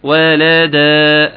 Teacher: ولدا، لازم مادة حركتين لا يقل ولا يزداد · Term: المدود الطبيعية